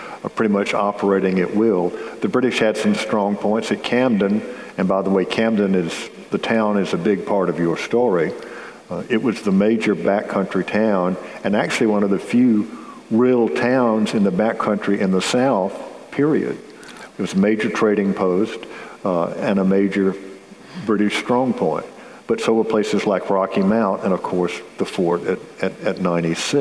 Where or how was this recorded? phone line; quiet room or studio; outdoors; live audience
live audience